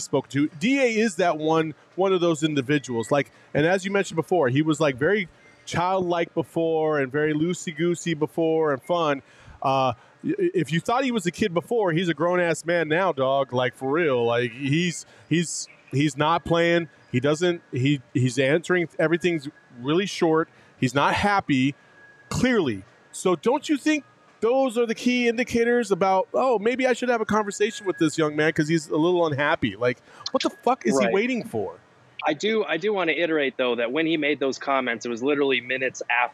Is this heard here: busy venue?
yes